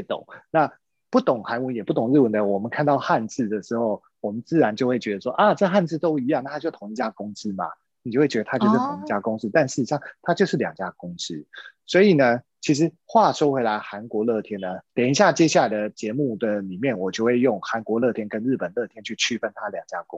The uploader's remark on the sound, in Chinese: 因為這一集是採遠端錄音，所以收音品質與平常節目聲音明顯有差異喔～。